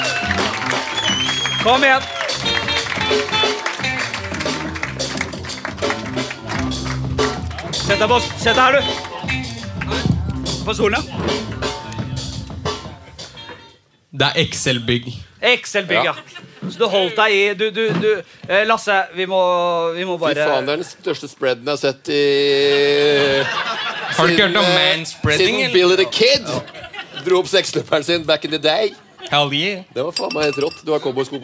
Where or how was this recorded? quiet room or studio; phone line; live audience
live audience